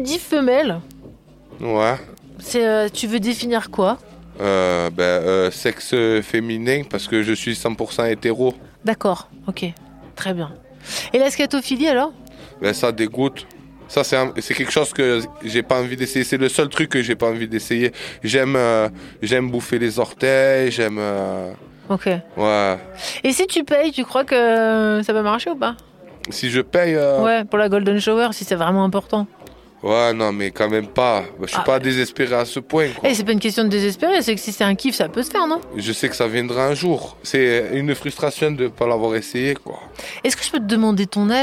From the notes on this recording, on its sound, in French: La cabine SEXO-RADIO fut construite lors d'un festival ardéchois, en plein cœur du pôle sexualité. Ce dernier un peu excentrée des scènes musicales. Le concept: une petite pièce ambiance lumière tamisée, un micro, une chaise, un casque.